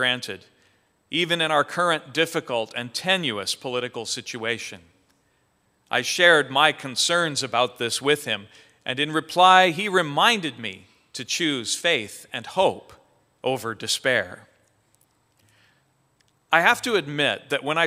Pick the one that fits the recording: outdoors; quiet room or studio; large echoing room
large echoing room